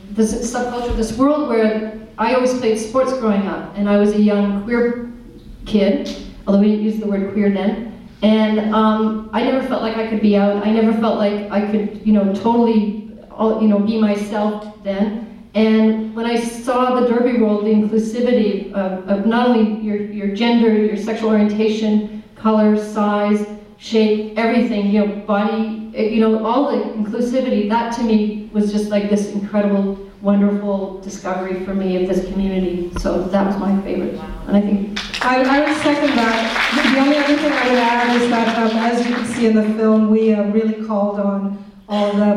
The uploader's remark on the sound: Derby Crazy Love Toronto Premiere Q&A. Short Q & A after the film.